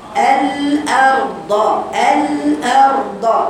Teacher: وأنا بقرأ الأرض الأرض توسط في اللام وتوسط في الراء